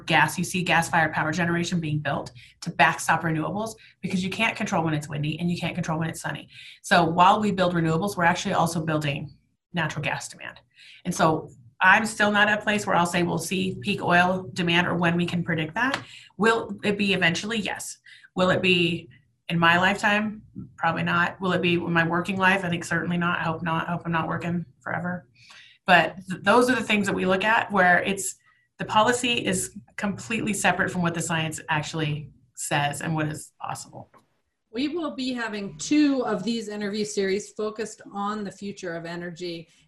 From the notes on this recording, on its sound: This episode was originally recorded as a webinar. Webinar originally recorded on May 20, 2020.